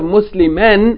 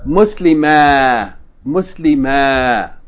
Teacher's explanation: if we keep reading, then we're going to pronounce the tanween Muslimen